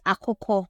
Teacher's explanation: when we look at akoko, we could see that akoko has a low high tone, and then a determiner yi, that is when they are in isolation.